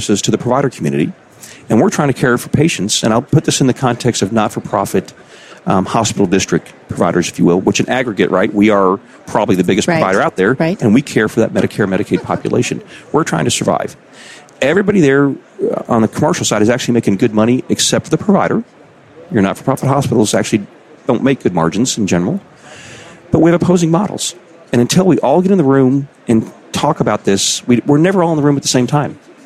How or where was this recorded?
busy venue